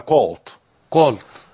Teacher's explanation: كولت هي كولت ما فيش ار خالص